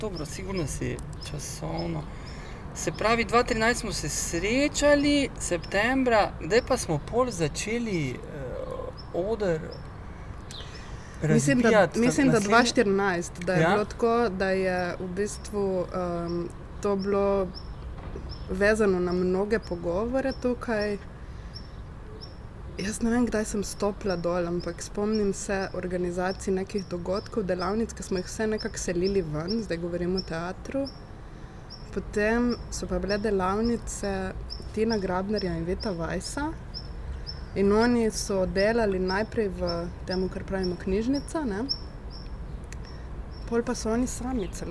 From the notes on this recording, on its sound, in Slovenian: na ulici pred hišo ter pred publiko